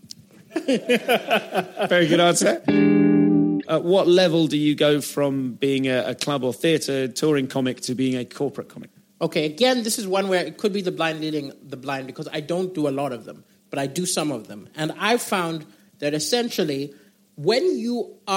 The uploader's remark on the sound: Live at Darlington Comedy Festival